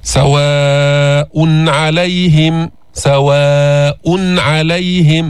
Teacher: إظهار التنوين عند العين، لماذا؟ لأن العين من حروف الحلق، من شوي قلنا من وسط الحلق تخرج العين والحاء، فلا تأتي بغنة زائدة في هذا التنوين اللي هو بالحقيقة نون ساكنة، فكيف تلفظ بها؟